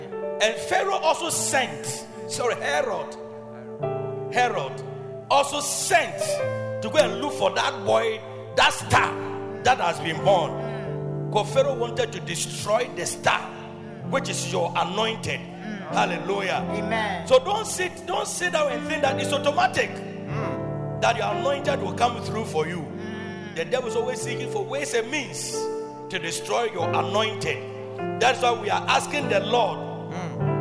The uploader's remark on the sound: Preached at Loyalty House, Abbey, Dahwenya